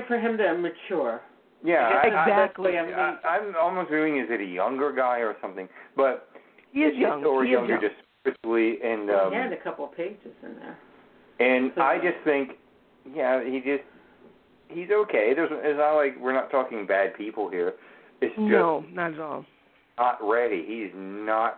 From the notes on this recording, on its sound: Open the phone lines for an evening of Tarot/Oracle Divination!!!!!